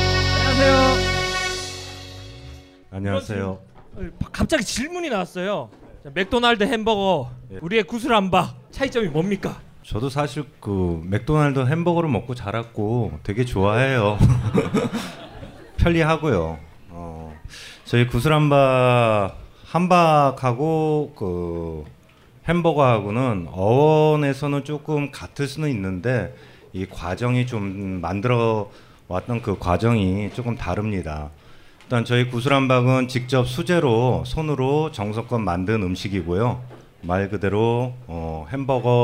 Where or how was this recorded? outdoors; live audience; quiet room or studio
live audience